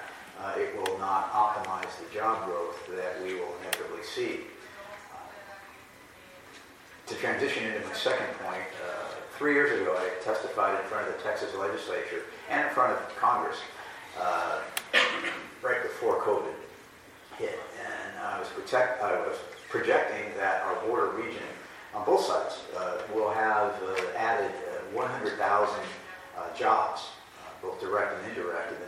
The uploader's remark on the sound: a panelist at the recent 2023 NADBank Summit